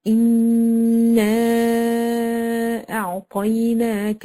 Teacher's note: انا هذه كلمه، اعطيناك كلمه اخرى تجدي حرف المد في اخر الكلمه الاولى والهمزه في اول الكلمه الثانيه، لابد ان احنا ايه نمدها 4 أو 5 حركات · Term: مد جائز منفصل